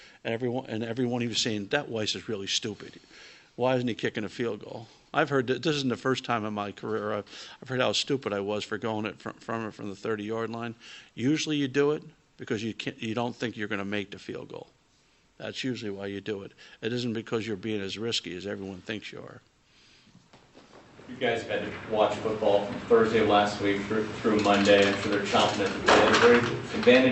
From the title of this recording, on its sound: Press Conferences & Post-Game Interviews